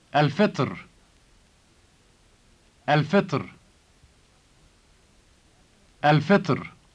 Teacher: notice the emphatic sound ta, which occurs before the final R sound.